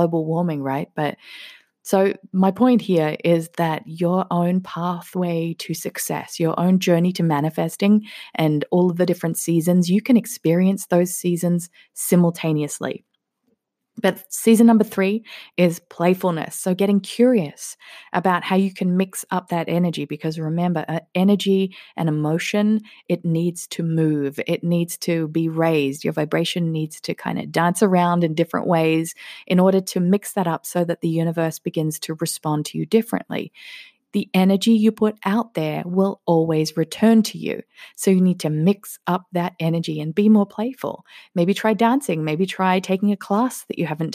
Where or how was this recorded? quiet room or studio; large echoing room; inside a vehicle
quiet room or studio